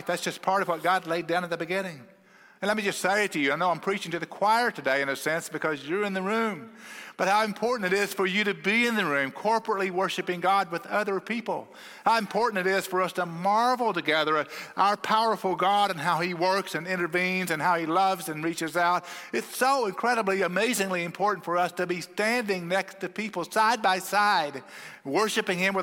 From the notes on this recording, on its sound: at Cross City Church in Euless, TX